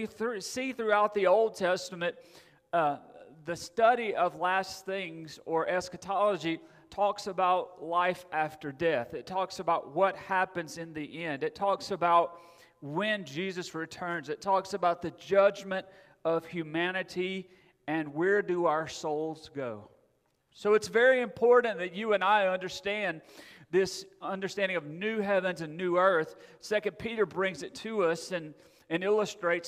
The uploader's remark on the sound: At Friendship Baptist Church.